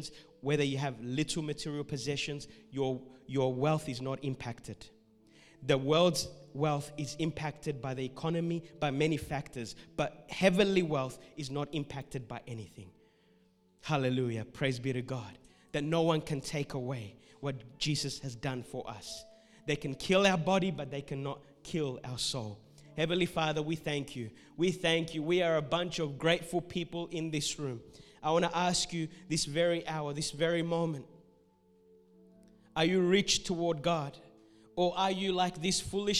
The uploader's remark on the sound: This message was recorded at Revive Church on the 21st of March 2021